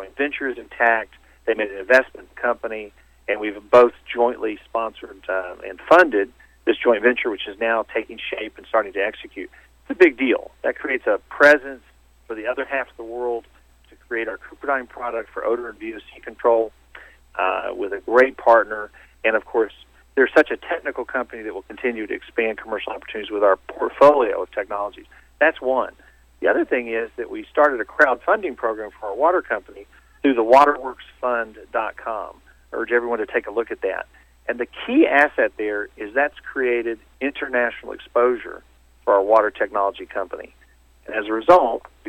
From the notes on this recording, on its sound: called in to SmallCapVoice